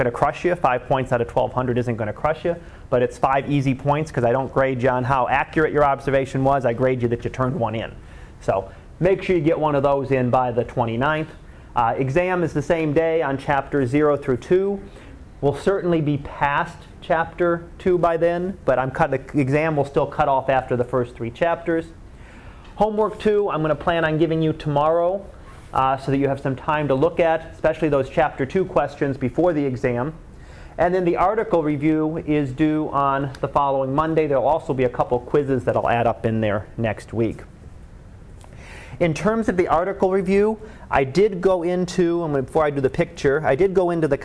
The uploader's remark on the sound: Live Class Lecture.